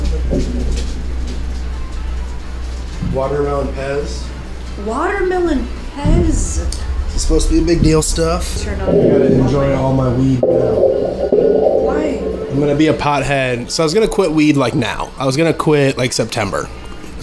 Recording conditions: sounds in the background